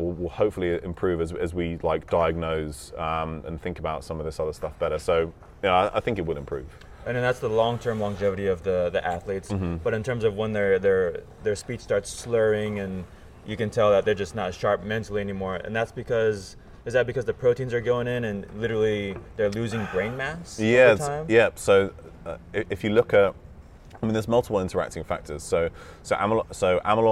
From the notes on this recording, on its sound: Interview I did at the Ancestral Health Symposium, a health summit where dozens of industry leading doctors, trainers, and specialists give presentations on optimizing your health.